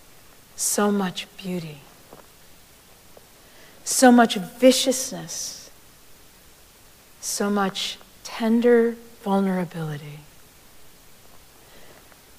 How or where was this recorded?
large echoing room